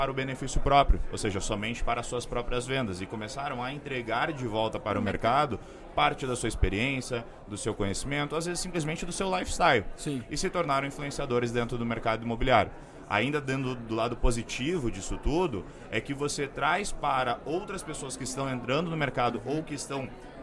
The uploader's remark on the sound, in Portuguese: gravados durante o evento Rede Show organizado pelo Secovi